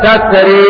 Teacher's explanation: واذا وقف ابو عمرو البصري يقف هكذا تتري بالإمالة